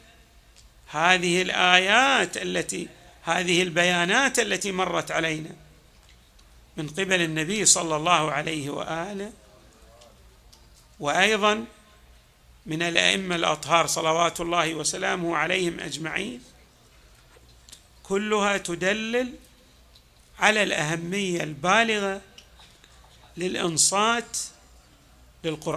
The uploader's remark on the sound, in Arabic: تسجيلات جامع الإمام علي عليه السلام